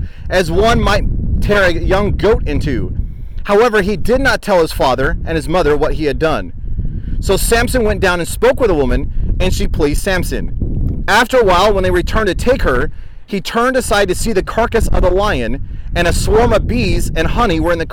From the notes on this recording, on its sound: Live Lessons from Israel (Israel Study Tour 2019). Despite a bit of wind in the background.